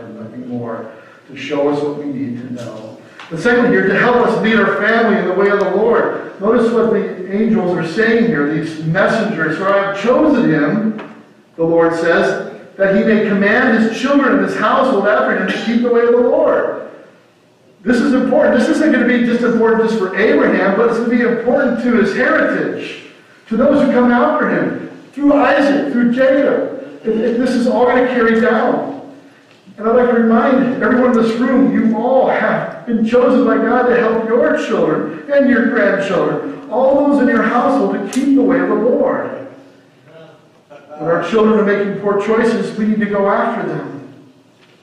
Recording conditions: poor sound quality